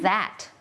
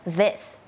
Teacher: มันมีความสั่นนิดนึงแล้วก็มีลมออกมานิดนึง